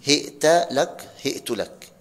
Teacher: وهشام بهاء مكسورة وهمزة ساكنة وتاء مفتوحة أو مضمومة